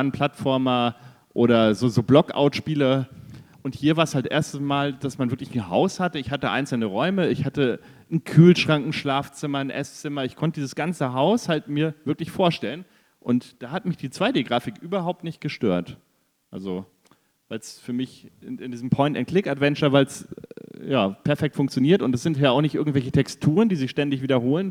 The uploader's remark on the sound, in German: Nerdwelten LIVE 2023. Produktion: GamesFestival23.